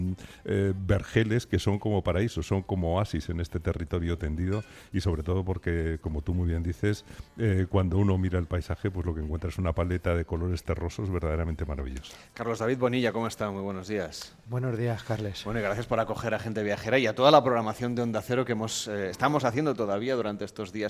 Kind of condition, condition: setting, busy venue